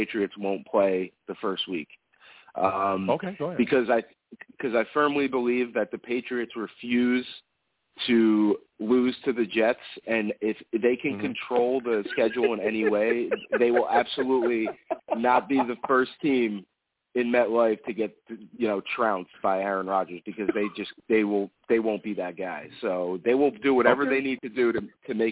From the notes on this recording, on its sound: I take live callers!